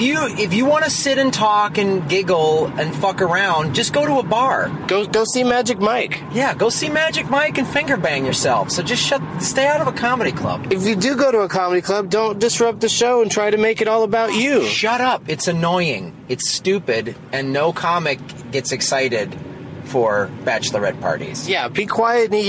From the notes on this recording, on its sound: Rental Car XV. While driving to the airport.